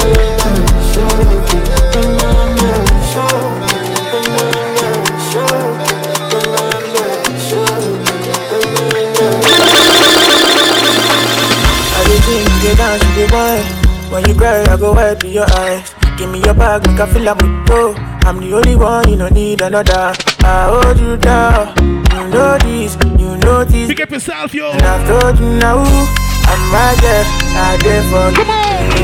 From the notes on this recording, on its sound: Live at The Manhattan July 15th 2023